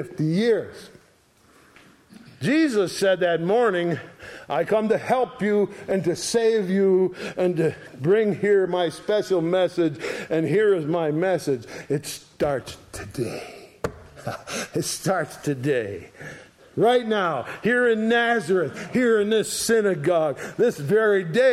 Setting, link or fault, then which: setting, large echoing room